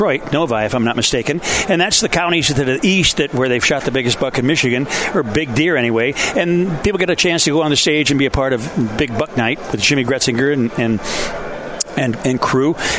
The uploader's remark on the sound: we're broadcasting live from DeVos Place in downtown GR as the Ultimate Sport Show is in town today through Sunday